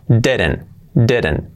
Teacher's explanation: Y la T del final, pues prácticamente se omite.